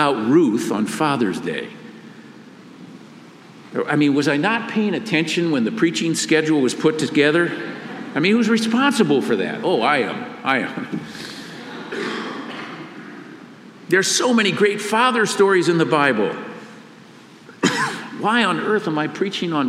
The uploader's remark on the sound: Father's Day message delivered during the Traditional Worship service.